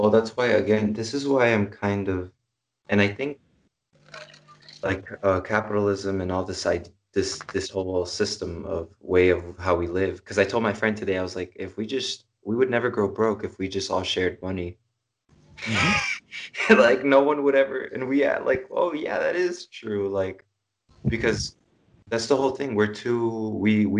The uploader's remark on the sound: skype calls on this channel